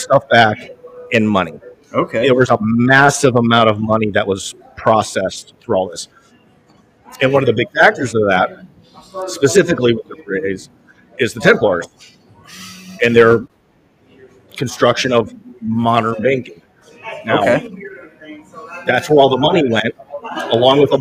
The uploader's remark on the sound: History Happy Hour Live at The Pub